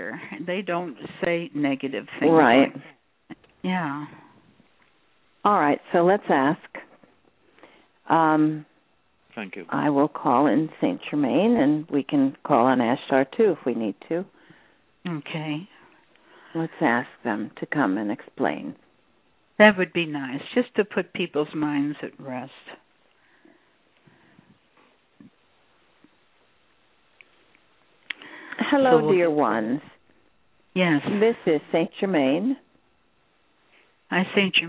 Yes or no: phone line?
yes